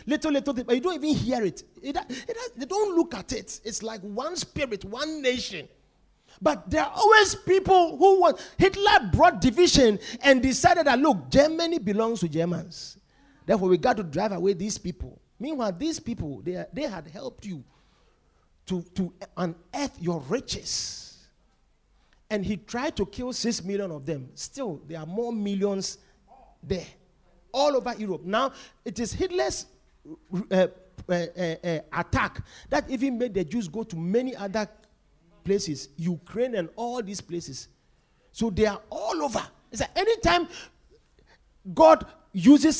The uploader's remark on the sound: Preached at The Victory Secrets Service.